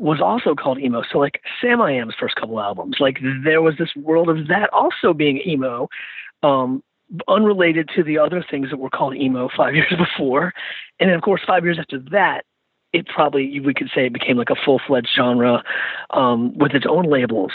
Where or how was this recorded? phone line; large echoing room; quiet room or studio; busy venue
phone line